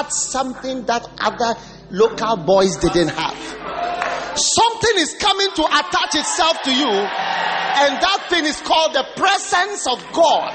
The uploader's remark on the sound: Preached at the Wisdom Impartation Service